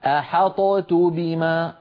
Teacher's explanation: نقلقل الطاء ثم ننطق تاء ثقيلة ثقيلة